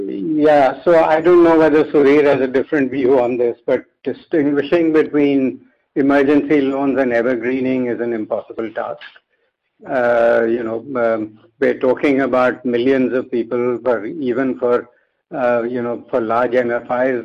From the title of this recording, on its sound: Conference call with M-Cril